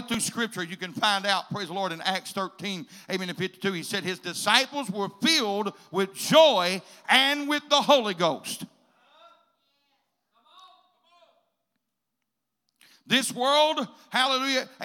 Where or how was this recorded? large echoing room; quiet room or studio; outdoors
large echoing room